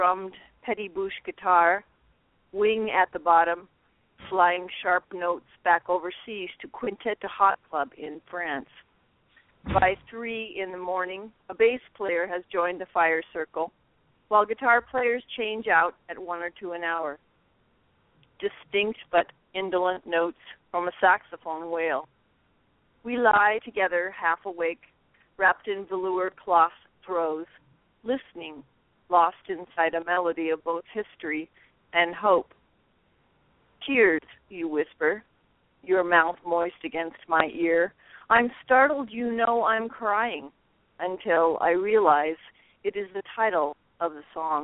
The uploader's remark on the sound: We had a poetry packed show with callers from Birmingham, Alabama, Los Angeles, California, Ontario, Canada, Belfast, Maine, New York City, New York, Bellingham, Washington, and Topanga Canyon, California.